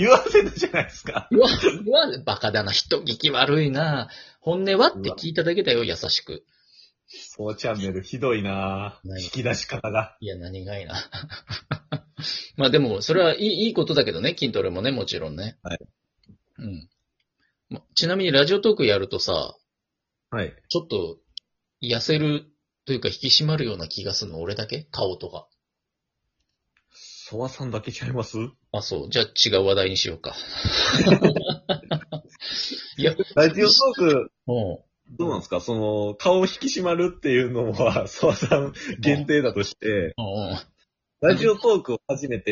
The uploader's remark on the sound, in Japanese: リモート収録